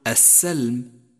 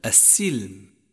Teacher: فالسين مشددة مكسورة وليست مفتوحة · Shown in: second take · فلا تقل السلم بل السلم.